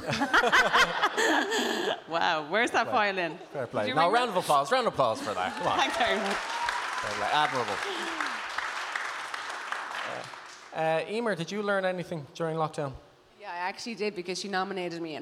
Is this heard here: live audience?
yes